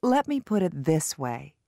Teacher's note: in these expressions, which introduce different perspectives on an issue, the primary stress is on the determiners and the secondary stress is on the verbs